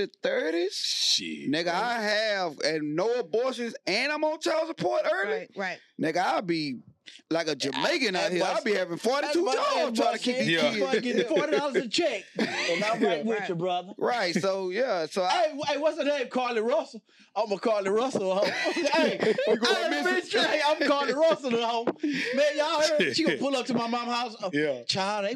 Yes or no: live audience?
no